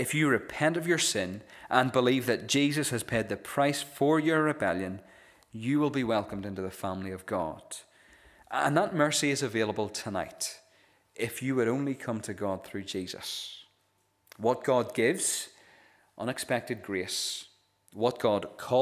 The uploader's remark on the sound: This is the recording of the Bible reading and sermon from our evening service on Sunday 13th August 2023.